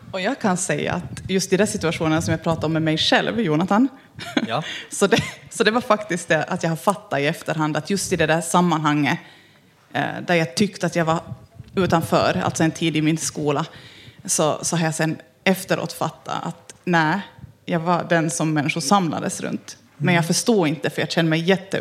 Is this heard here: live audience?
yes